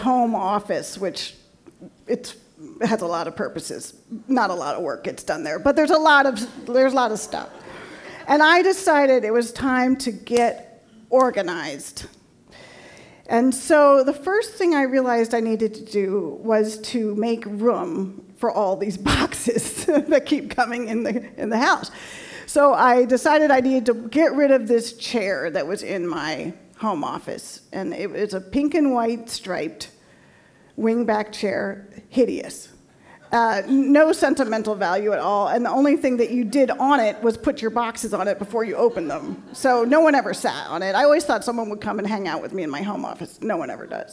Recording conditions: live audience